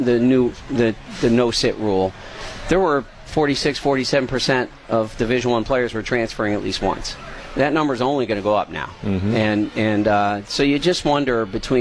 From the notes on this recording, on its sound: broadcast LIVE from the Marquette Athletic picnic